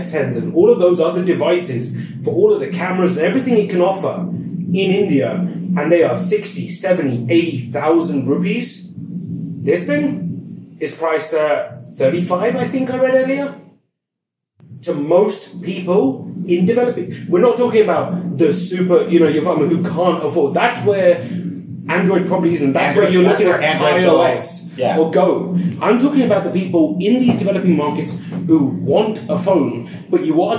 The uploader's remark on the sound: Recorded on day 2 at Google I/O 2019. Sound checks and all!